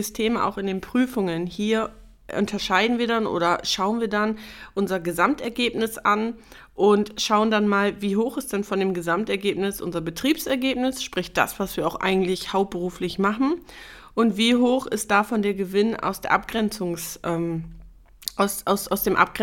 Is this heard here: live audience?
no